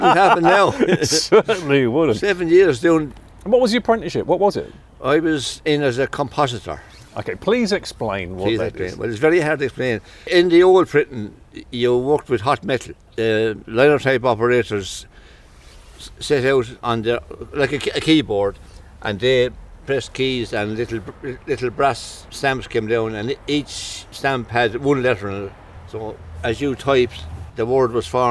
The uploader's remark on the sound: I met up with him outside the building for a chat.